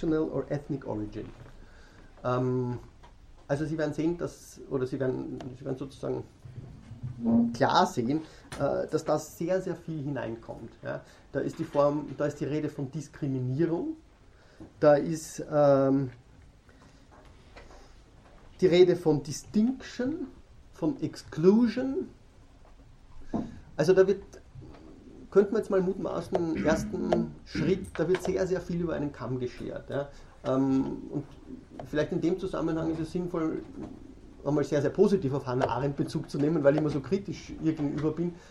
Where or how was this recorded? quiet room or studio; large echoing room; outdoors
large echoing room